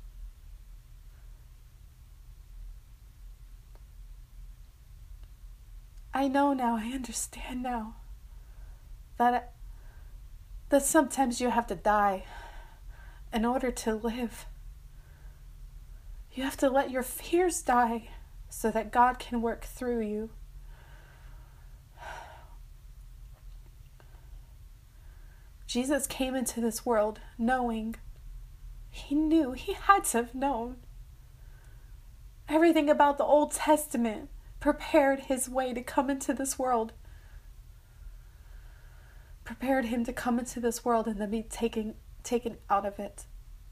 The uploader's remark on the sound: I randomly came across this recording on my wife’s phone.